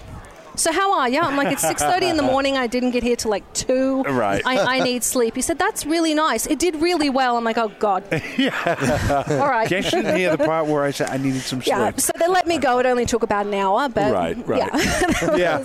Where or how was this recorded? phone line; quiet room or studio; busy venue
busy venue